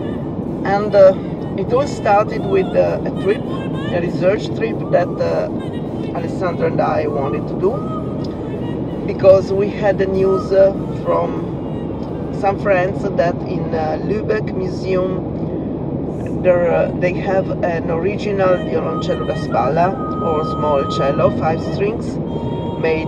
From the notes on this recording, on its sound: what you hear in the background of our speaking and driving